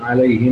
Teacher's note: أما الباقون فيقرؤون عليهم بكسر الهاء